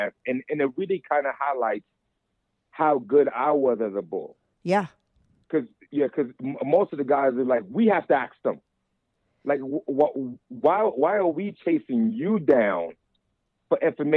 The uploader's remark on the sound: called in to talk all about it